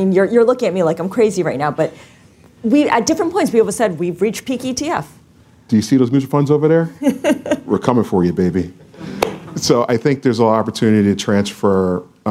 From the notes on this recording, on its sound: This special episode of Trillions was recorded in front of a live audience as a Bloomberg New Voices event.